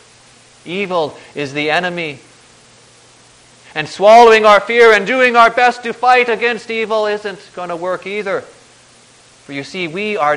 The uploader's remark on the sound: Preached on January 3, 2010, for the Second Sunday after Christmas, at St. John's Ev.